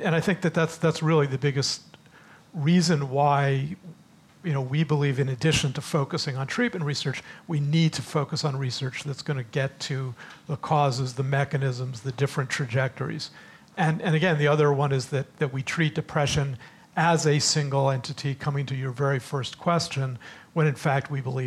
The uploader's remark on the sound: the Zócalo/UCLA event took place at the House of Sweden in Washington, D.